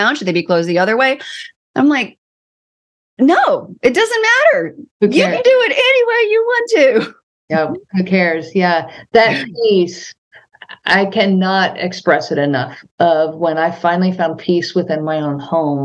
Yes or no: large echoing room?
no